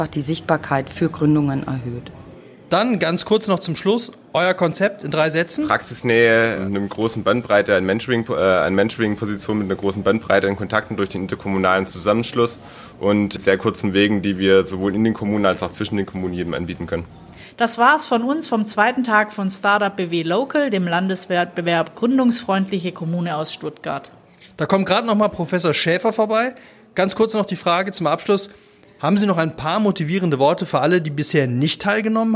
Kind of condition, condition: setting, busy venue